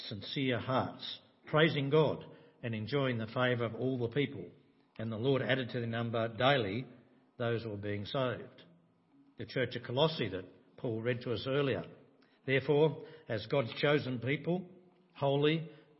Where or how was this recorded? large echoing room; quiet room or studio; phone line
large echoing room